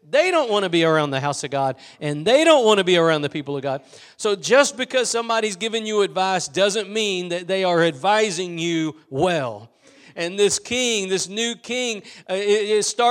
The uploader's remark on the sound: Preached at Gospel Lighthouse in Bossier City, La.